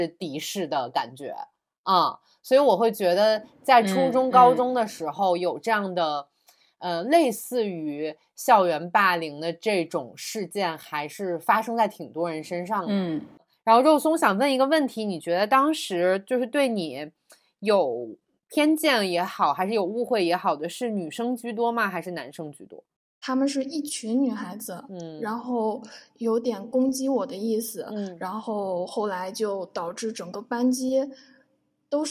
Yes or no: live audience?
no